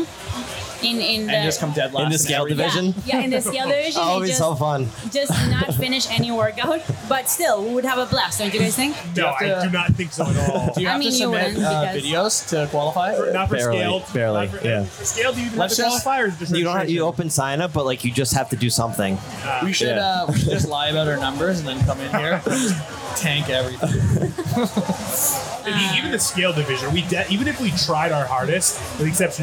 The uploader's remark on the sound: We recorded this one live at wodapalooza with the whole team.